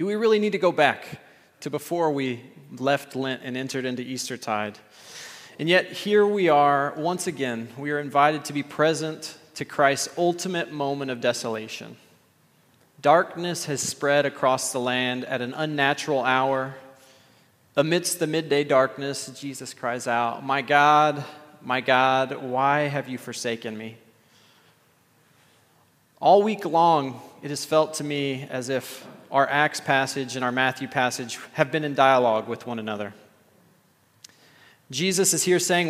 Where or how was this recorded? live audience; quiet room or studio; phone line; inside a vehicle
live audience